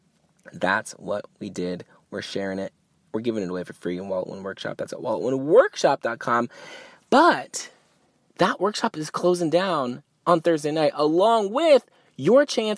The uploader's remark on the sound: Yes, I Recorded This One in the Car. I couldn’t wait to go home and record in the studio, I had to record this and get it to you!